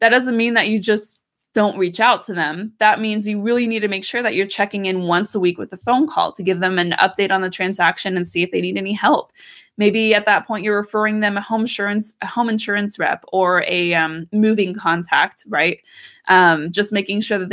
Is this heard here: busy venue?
no